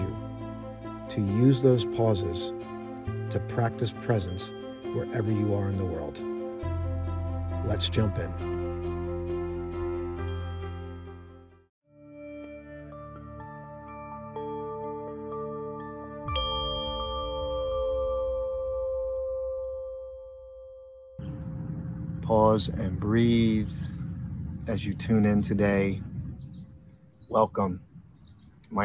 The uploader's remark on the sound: This Episode originally streamed live on location at Washington Crossing State Park. The audio from this podcast was taken directly from this live stream.